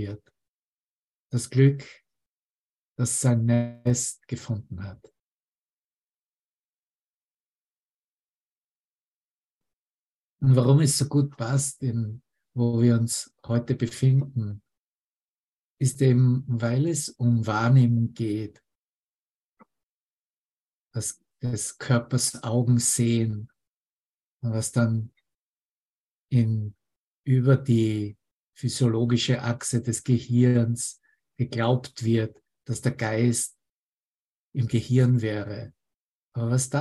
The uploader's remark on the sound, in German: Zoom-Session. Veranstaltet von der Aleph Akademie.